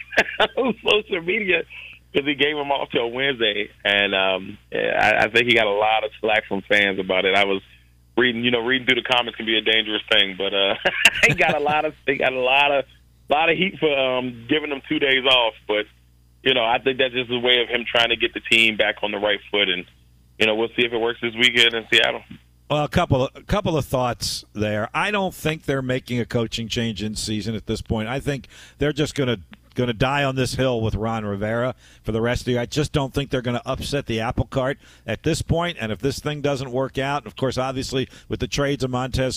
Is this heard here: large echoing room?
no